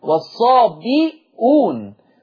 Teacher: حفص قرأ بكسر الباء وضم الهمزة والصابئون، بينما ورش عن نافع قرأ بضم الباء وحذف الهمزة.